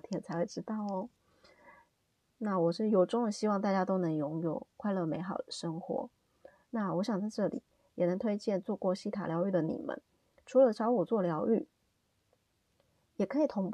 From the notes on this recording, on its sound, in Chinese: 新手錄音，請多多包涵